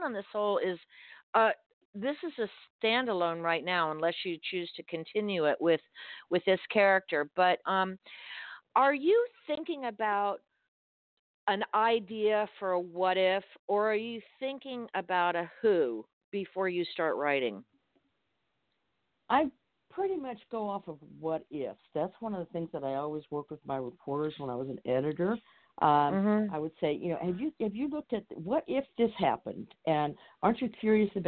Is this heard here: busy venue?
no